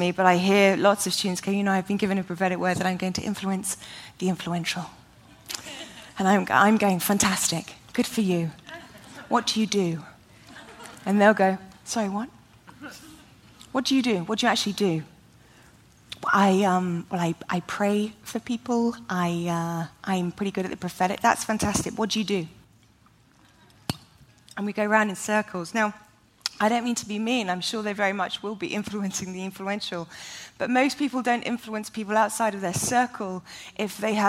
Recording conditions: live audience